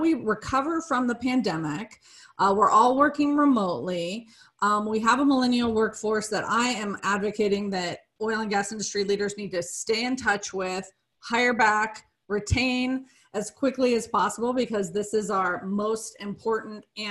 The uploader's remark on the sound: Webinar recorded on June 10, 2020